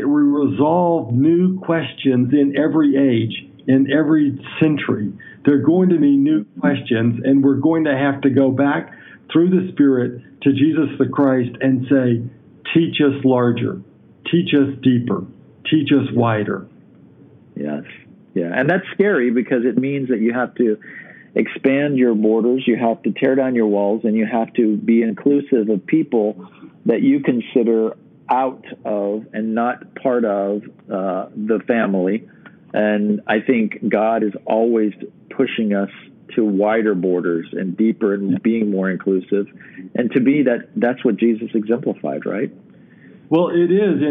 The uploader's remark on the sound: I do a phone interview